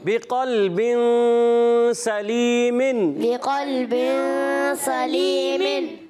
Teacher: غنہ ہوگا، ایک الف کے برابر. ایک الف کا غنہ بھی ہوگا، نون کو چھپا کر ادا کرتے ہیں · Term: اخفا